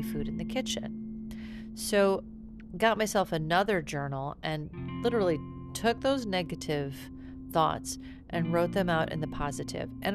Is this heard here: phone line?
no